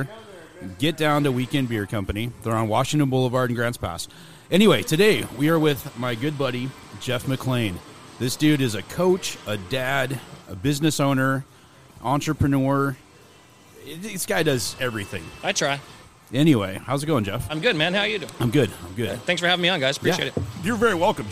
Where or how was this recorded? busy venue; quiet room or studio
busy venue